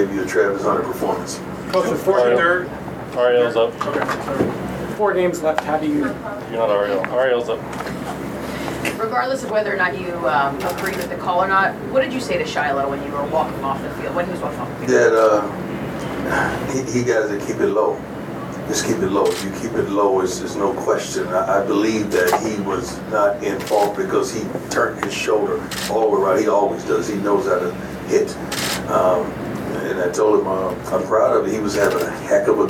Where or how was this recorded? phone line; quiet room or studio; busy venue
busy venue